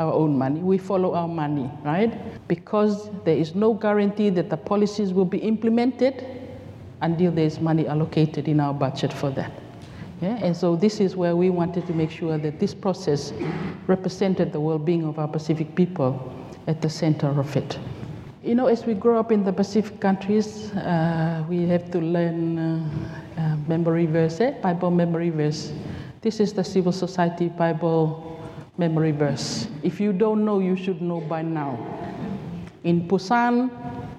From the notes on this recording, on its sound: This episode was recorded live on Day 2 of CID Conference 2023, on 21 September at Pipitea Marae Wellington.